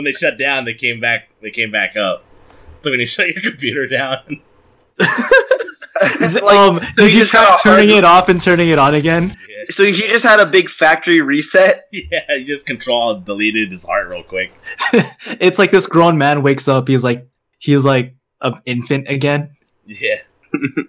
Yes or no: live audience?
no